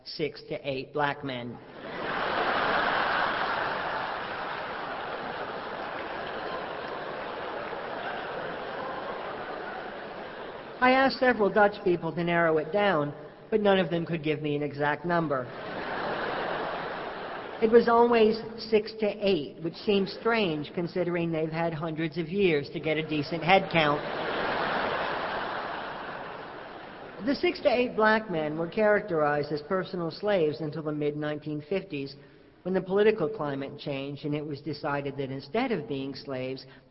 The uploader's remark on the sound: Live at Carnegie Hall. Recorded live on October 22, 2002, in New York City.